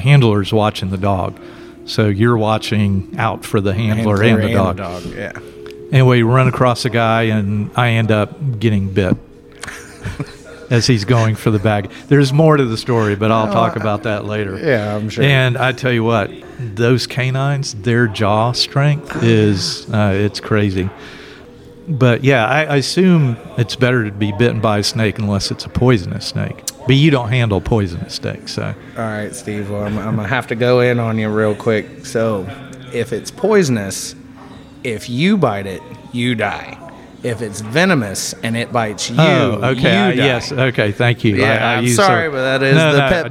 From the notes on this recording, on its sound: Recorded at Secret Sagittarius Bierworks in Pensacola.